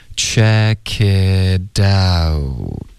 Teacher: 我们会把 it 的 t 呢浊化变成一个的的音